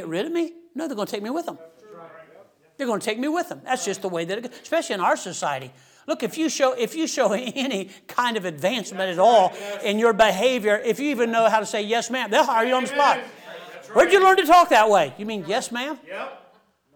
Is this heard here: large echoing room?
yes